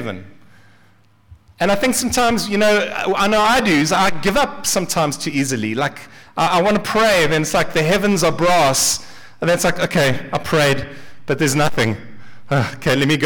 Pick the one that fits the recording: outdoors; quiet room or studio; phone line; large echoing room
large echoing room